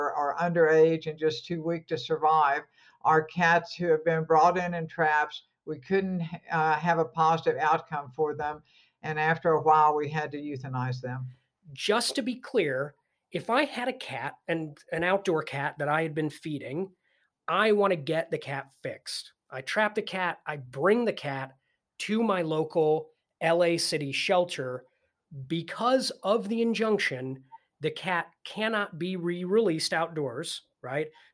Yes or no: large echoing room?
no